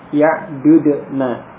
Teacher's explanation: Maka huruf yang sama terurai, terpisah. Tidak idgham. Ya'dudna. Ya.